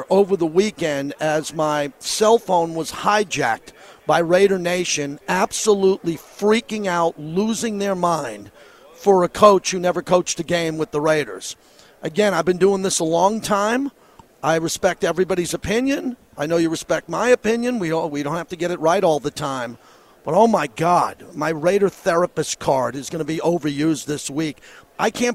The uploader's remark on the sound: LIVE FROM RADIO ROW AT SUPER BOWL 58